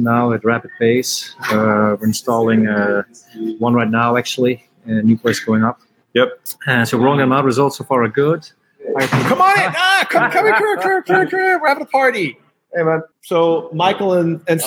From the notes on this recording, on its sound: Live at the AAMA Annual Meeting. LIVE from AAMA Annual Meeting and Gala, where all the amusement manufacturers gather each year to showcase their new products to distributors.